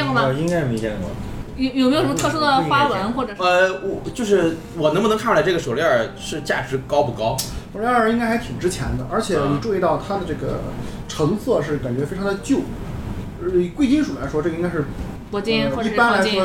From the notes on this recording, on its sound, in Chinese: 这是兔子洞第一次尝试将我们平时跑团的过程录制下来。因为录制的环境和大家散座的位置，收音的质量可能比较差。